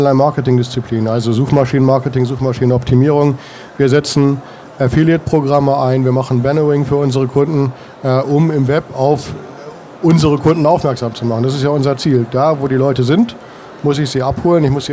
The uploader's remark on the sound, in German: Dieses Webinar fand live auf den mailingtagen statt.